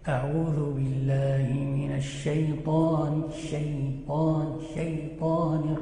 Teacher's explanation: الأولى مهما يقابلها من الحنك الأعلى بيناتهم ثم تنفرش ولذلك تجد الشين فيها التفشي وهو الانتشار الصوتي في مقدم الفم بسبب قوته